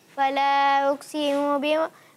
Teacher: काफ को पुर नहीं पड़ा और आप खींच भी रहे हैं